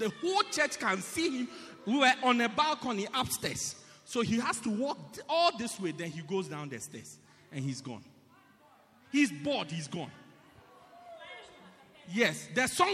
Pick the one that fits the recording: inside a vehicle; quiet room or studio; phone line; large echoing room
large echoing room